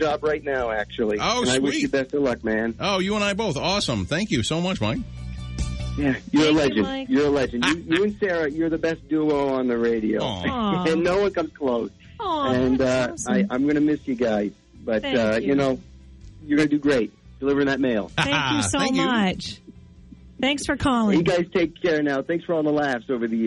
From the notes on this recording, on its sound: Enjoy some 'Best Of' bits and tear jerker phone calls from Shark Nation.